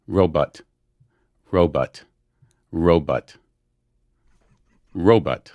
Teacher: There's almost a ruh on the row, even.